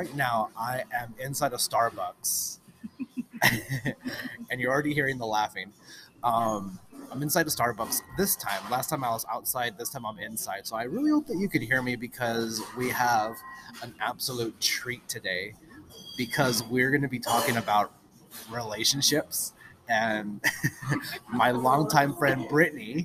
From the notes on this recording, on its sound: I sit down IN starbucks (pardon the noise).